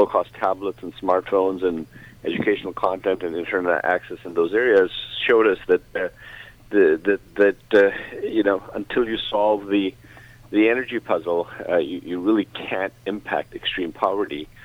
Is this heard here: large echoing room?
no